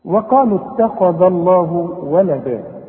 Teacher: مدام الذال هنا مفتوحة يبقى لفظ الجلالة مفخم، لو الحرف مكسور يبقى انرقق لفظ الجلالة. هنا الذال مفتوحة فلفظ الجلالة لازم نفخم